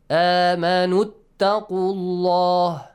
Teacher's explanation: يَا أَيُّهَا الَّذِينَ آمَنُوا اِتَّقُوا اللَّهِ. But if you join the two words together, Hamzatul Wasl will be skipped